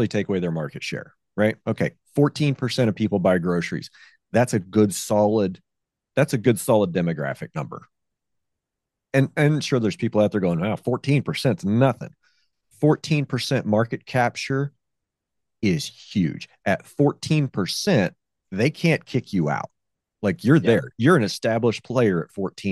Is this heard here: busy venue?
no